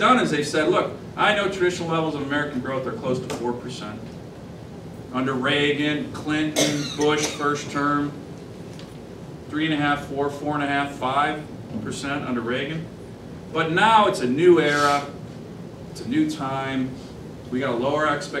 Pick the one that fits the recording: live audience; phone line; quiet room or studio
live audience